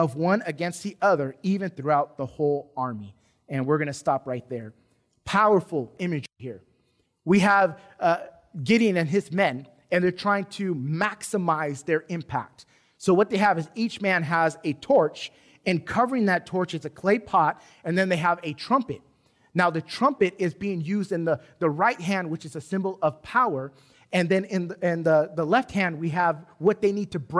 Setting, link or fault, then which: setting, large echoing room